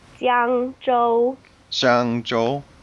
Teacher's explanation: it's the first tone. It's high and level. · I didn't go up or down with my tone